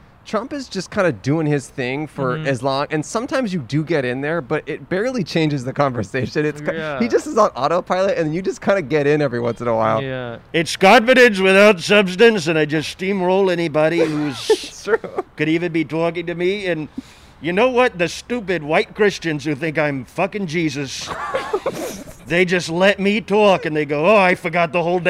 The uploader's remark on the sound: Outside of Spirit Halloween. Recorded on N San Fernando Blvd in Burbank, California.